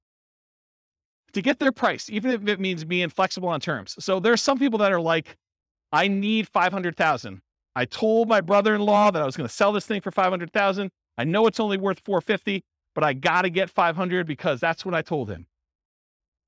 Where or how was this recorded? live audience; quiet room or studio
live audience